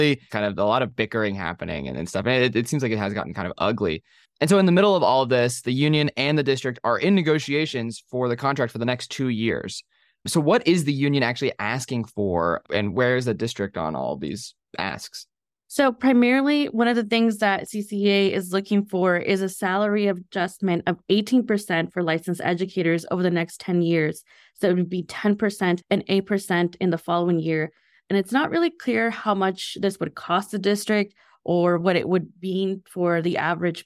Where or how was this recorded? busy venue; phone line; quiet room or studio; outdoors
quiet room or studio